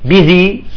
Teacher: آخر حرف هو الباء، ليكو الباء، عم يقول لك واحرص على الشدة والجهر الذي فيها، تمام؟ الباء لأنه حرف من الشفتين يخرج، فعنده شدة وعنده جهر، فبدك تطالعه بقوة، تمام؟